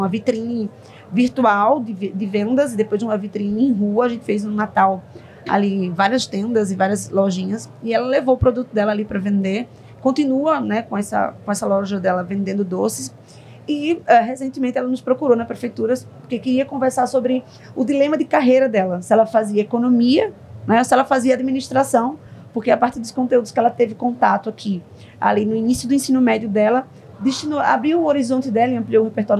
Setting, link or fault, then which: setting, busy venue